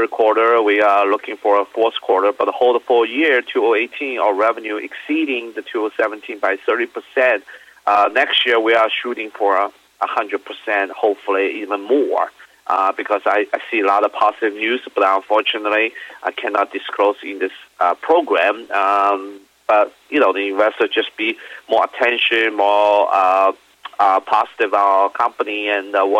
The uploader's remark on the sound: called in to SmallCapVoice.